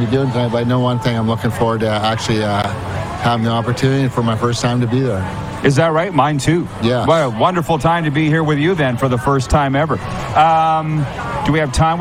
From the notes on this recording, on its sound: Live from the Beach House in Pompano, FLA